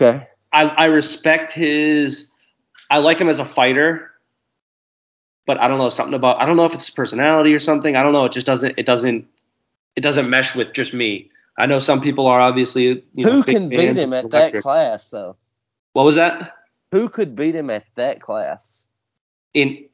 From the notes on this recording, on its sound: Skype calls